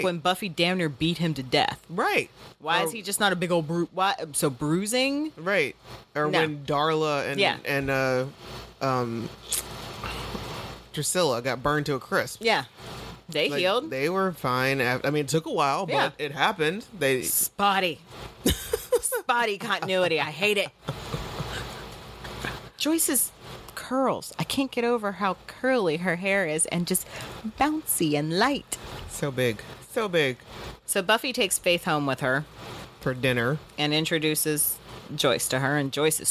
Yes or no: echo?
no